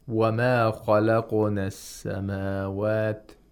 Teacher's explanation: Right when the back of the tongue touches the place of articulation of qaf, it should come apart. It should retract.